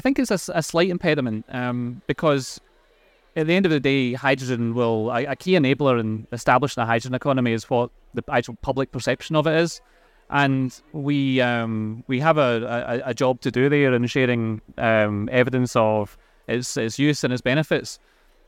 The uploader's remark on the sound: Recorded live at Offshore Europe 2023.